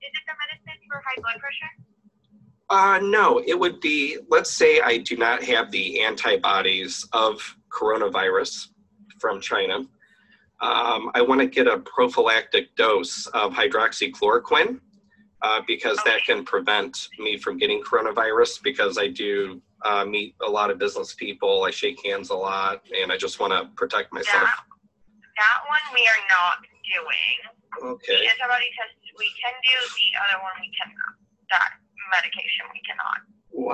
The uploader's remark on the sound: Live Phone Calls With Doctor Offices